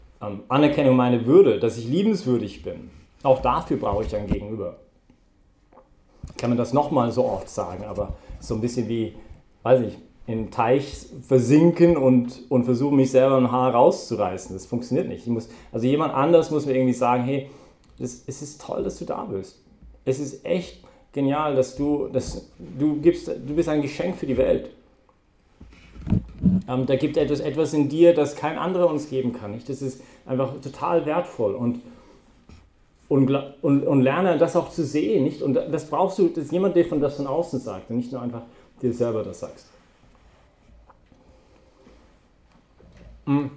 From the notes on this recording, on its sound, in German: Das war die Herausforderung, mit der wir uns heute bei der Predigt während der BeFree Messe auseinandergesetzt haben.